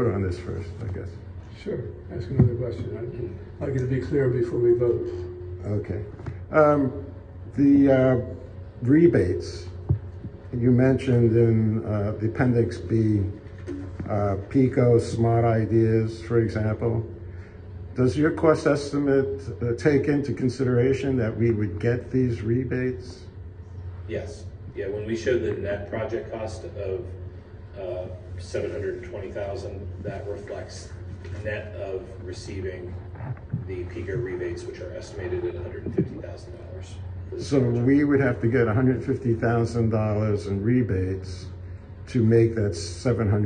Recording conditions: live audience